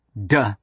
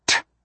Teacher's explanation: Tongue tip, voicing, d. No voicing, t.